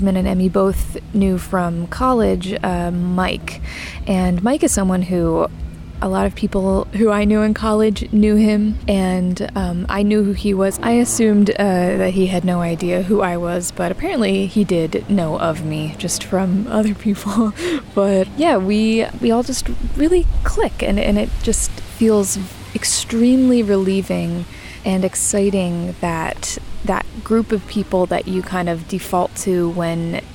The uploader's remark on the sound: Practically an audio diary entry made from Prospect Park